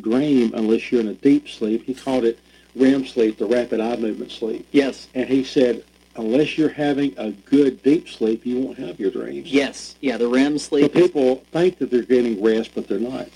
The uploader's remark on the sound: Sorry for the audio quality. We are working on fixing our recording equipment.